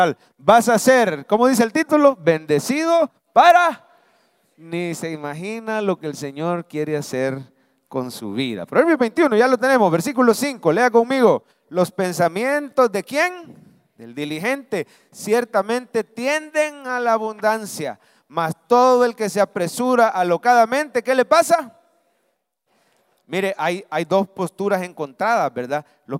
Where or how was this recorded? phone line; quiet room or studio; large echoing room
large echoing room